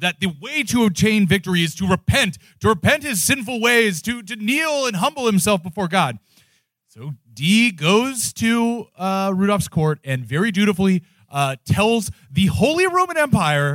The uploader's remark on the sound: Our live show from the Hell on Earth launch party at Littlefield in NYC on 1/20/23.